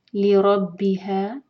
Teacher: لِرَبِّهَا رَا heavy اور ہا دو حرکہ لمبا، مد طبعی